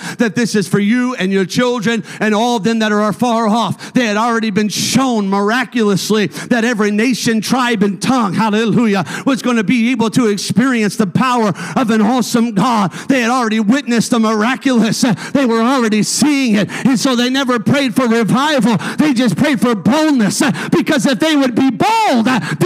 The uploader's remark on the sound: a service recording from Connect Point UPC